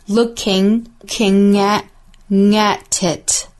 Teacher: Looking at 和 it 这三个词相遇有连读 Looking at it 都是辅音和元音的连读